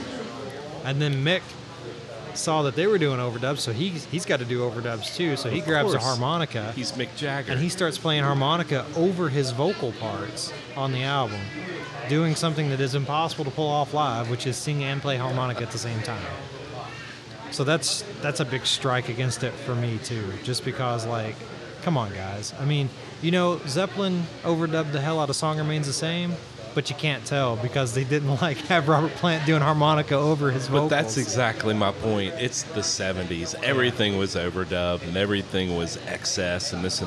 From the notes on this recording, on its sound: In this live episode recorded at White Squirel Brewery.